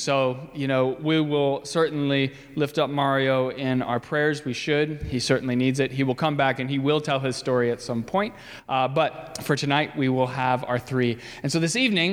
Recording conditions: live audience